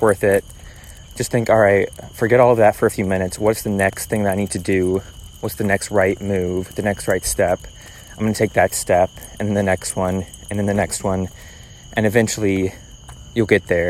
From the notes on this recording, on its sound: Enjoy the ambient noice on this one, I recorded it while walking our dog. Recording them this way (without a lot of production/editing).